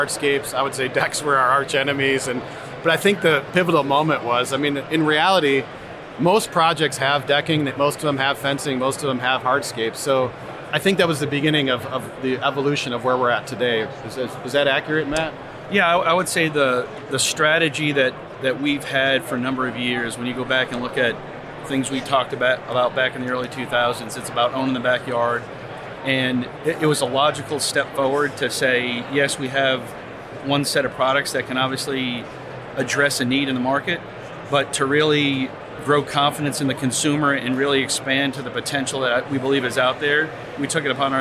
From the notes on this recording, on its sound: It only makes sense to bring it to the industry’s premier tradeshow and education event. Is live from the floor at Hardscape North America.